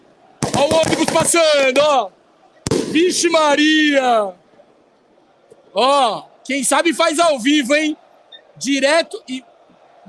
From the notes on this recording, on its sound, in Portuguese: LIVE PODPORCO DIRETO DO CORREDOR ALVIVERDE! Podporco entra ao vivo direto das Alamedas para mostrar toda festa da torcida alviverde.